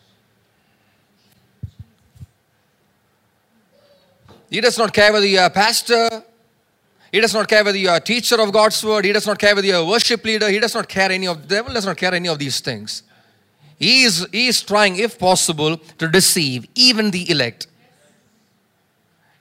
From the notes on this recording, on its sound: preached at Sunday Service on 9 July 2023 at Revelation Church